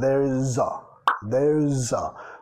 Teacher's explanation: Vinculando acá, sonido Z